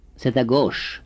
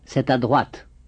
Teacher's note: Notice that there is a liaison between the T of se and the vowel that follows.